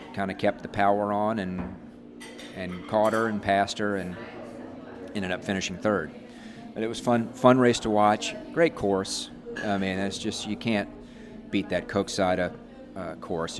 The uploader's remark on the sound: Including a live recording from our viewing party at Rouler.